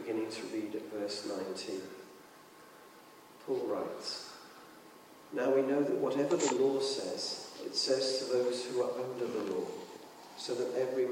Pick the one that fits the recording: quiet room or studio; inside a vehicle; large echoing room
large echoing room